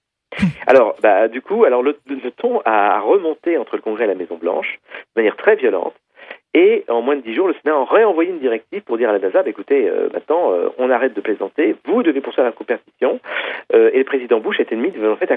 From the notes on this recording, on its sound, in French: par téléphone